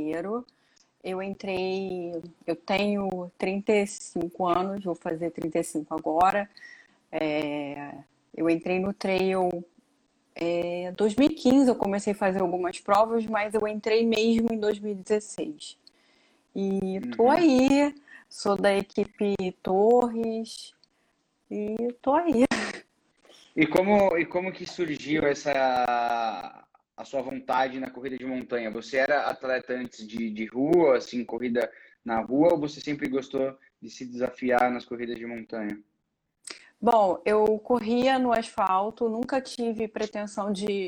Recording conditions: video call